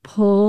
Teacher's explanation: So it's pull, like P-U-L-L, and pool, P-O-O-L. If you say those together, oftentimes someone from Utah merges those as well. · Term: the pull merger